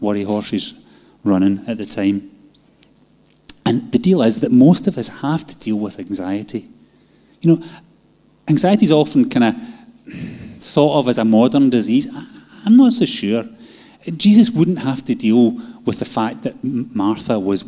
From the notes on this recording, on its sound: Live from our Sunday gathering on 10/07/22